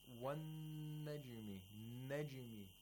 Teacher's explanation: Okay, the jim has qalqala again.